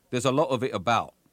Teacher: Speakers of Estuary English don't usually drop their H's, but they do replace the T's at the end of the words with glottal stops